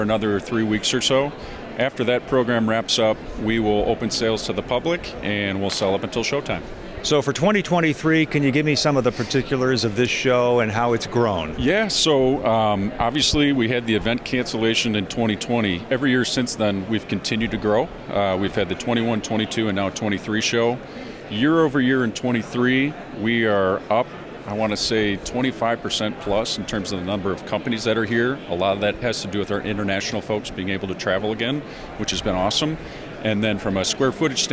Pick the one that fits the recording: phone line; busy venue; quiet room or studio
busy venue